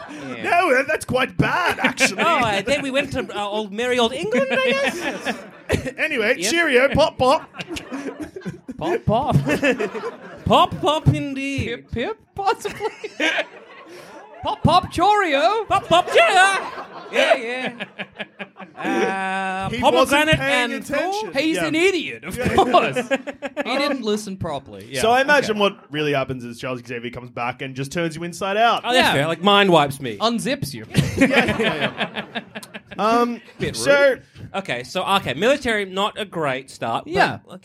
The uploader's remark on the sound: Recorded in 2020 at The Comedy Republic